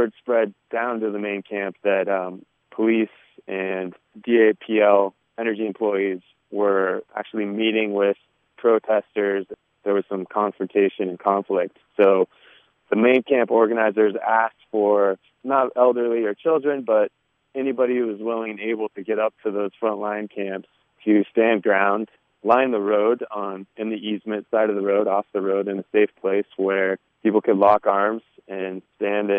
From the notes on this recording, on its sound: Crested Butte residents called in from the front lines of the Standing Rock Reservation protests of the North Dakota Access Pipeline.